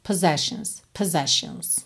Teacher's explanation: Possessions, tá? E o O inicial é bem fraquinho.